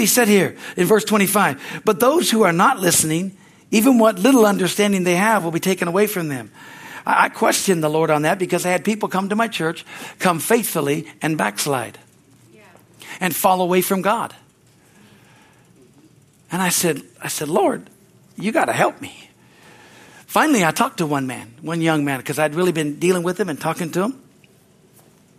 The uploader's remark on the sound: from the Sunday service on August 6, 2023 at Harvest Bible Church in Stockton, CA